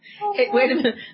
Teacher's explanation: Men who show up all breathy like this really don't get a lot of my attention. It's just not powerful.